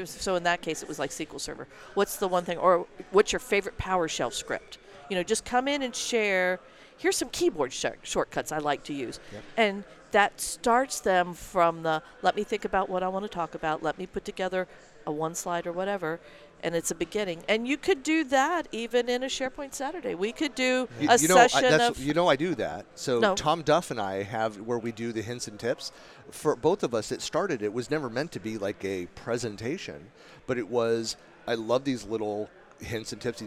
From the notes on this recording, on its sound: This recording was following an "unconference" breakout at Microsoft Ignite on the topic of community building. Recorded in November 2019 from Microsoft Ignite (#MSIgnite) Podcast Center.